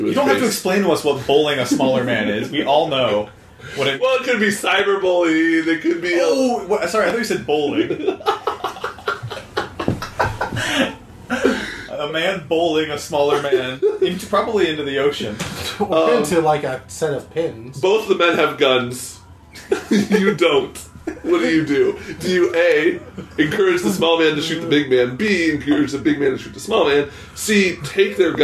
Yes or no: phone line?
no